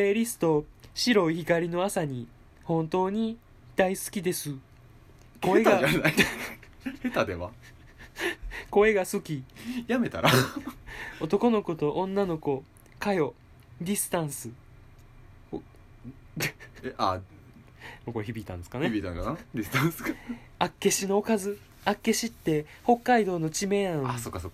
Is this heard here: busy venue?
no